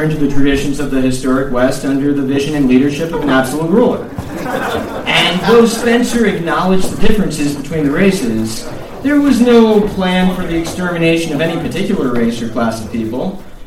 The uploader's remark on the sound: live event at Sovereign House in NYC